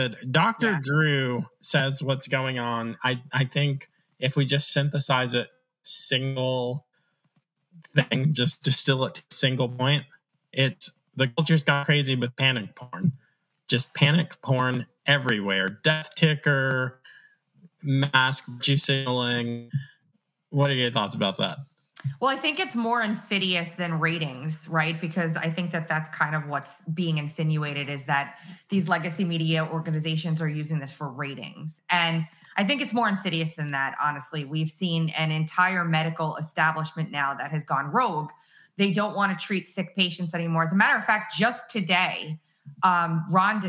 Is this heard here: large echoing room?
no